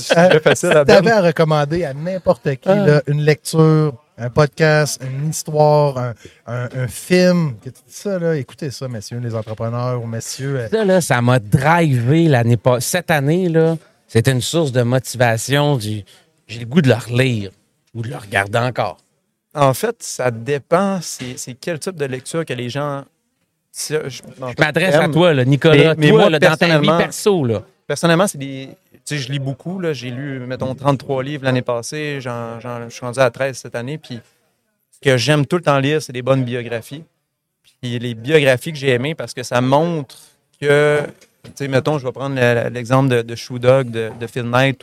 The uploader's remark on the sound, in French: En direct du Transal Saguenay